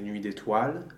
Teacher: The final schwa is generally always dropped.